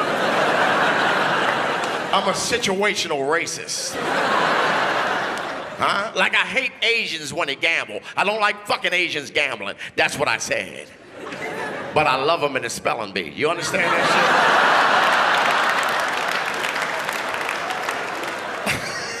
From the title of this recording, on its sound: 2012 Melbourne International Comedy Festival Gala